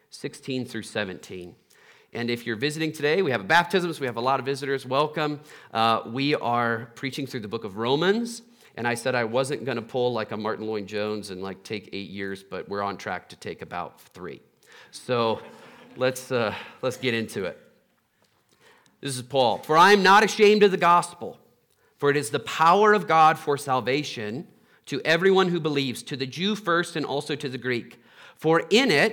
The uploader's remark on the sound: Trinity Anglican Church Littleton, CO.